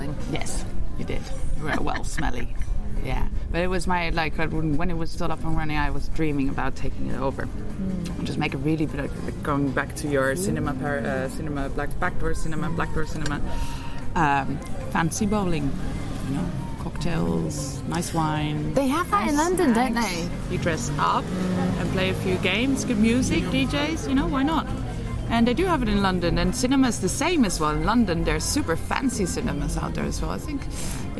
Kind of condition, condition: fault, background noise